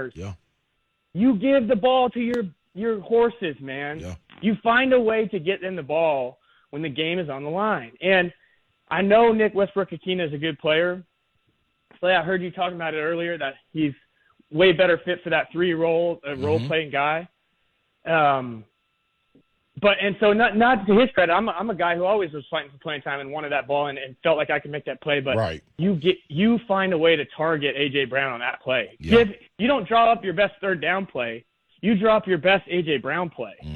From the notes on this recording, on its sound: Rapid fire phone calls.